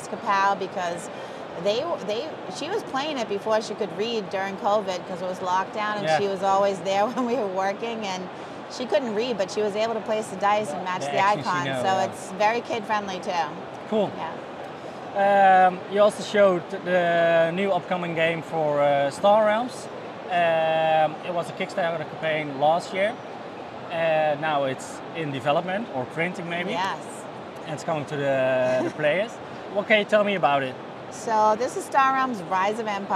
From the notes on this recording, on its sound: recorded a few interviews with different publishers live at Spiel